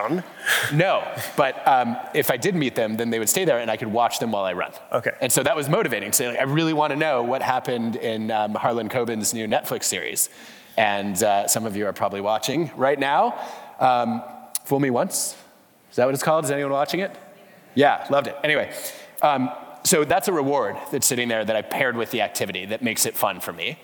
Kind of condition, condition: setting, live audience